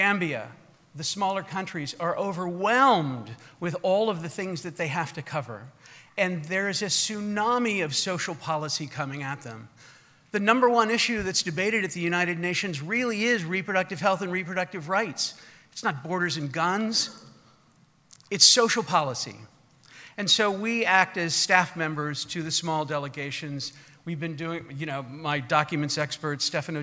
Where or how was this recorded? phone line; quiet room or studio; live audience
live audience